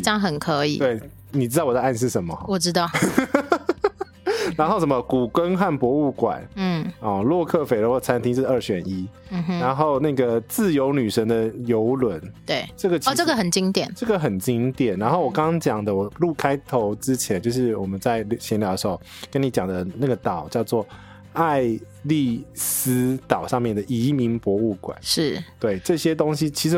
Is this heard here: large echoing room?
no